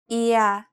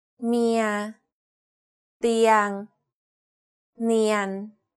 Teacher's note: the first vowel is pronounced longer